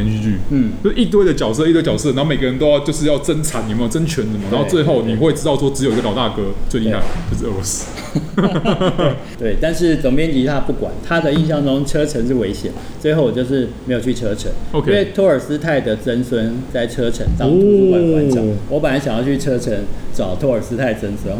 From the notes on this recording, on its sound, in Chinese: 本集白噪音指數：微風級 2/5。就算有隔板的消音、口罩的阻擋、糕餅房傳出的砰砰碰碰聲，及梅花座的難題。在貼合主題的【明星咖啡館】現地錄音！錄音地點： 明星咖啡館 - Cafe Astoria。